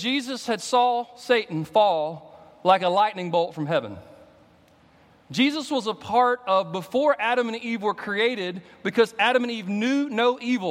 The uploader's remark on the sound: At Redeemer Presbyterian Church in Charleston, SC